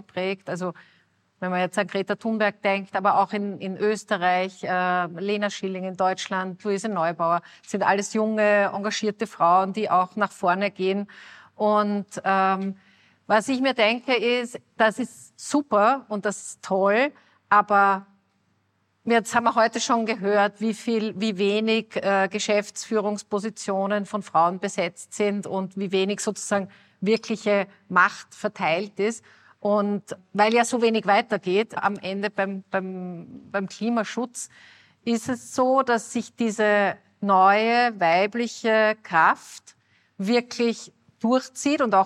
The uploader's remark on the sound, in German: September in Graz habe ich sie in dieser Live-Podcastfolge. Beim "female future meet up" am 28. September in Graz habe ich sie in dieser Live-Podcastfolge gefragt.